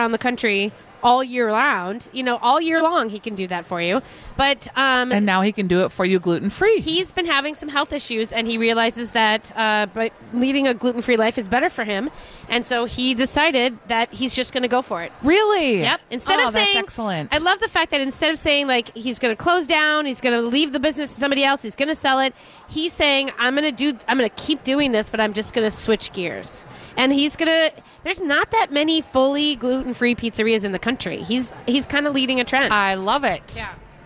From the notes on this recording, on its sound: Live at Fit Fest!